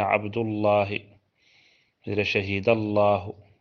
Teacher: أن اسم الجلالة إذا سبق بفتح أو ضم فإنه يفخم